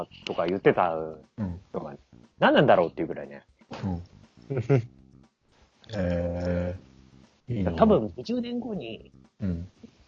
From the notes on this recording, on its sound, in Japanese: 10年前からリモート収録です